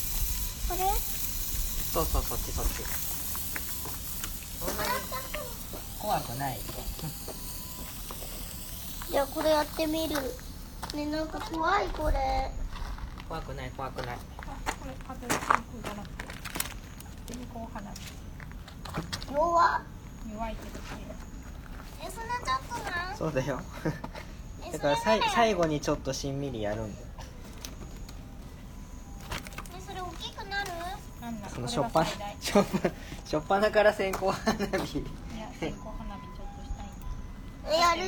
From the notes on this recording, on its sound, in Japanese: 別録した実際の音源もはさんでいますので。本編中、ゲスト２人が発する いろいろな雑音が飛び交います。